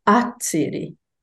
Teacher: it begins with an a, it's a tsiri. So the stress is on the second syllable, which is in fact where you would expect it.